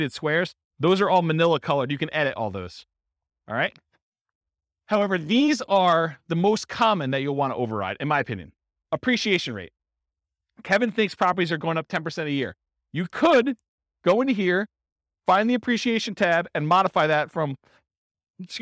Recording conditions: live audience